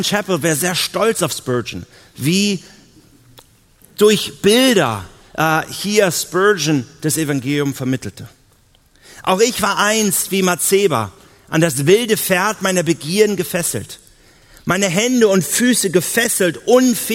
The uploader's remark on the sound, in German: auf der Evangelium21-Konferenz 2018 in Hamburg